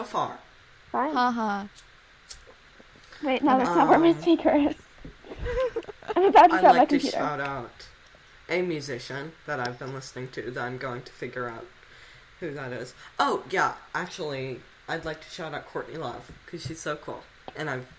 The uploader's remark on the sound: A file problem that may result in some low audio quality.